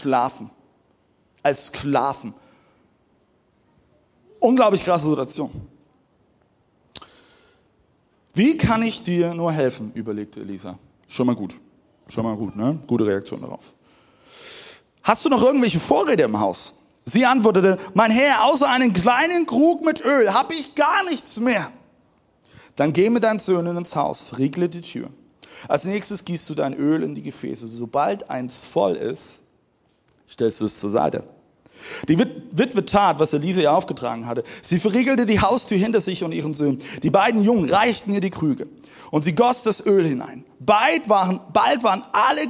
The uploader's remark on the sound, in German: Zeal Church Dresden. Audiomitschnitt der Predigt. Im Kurländer Palais in Dresden.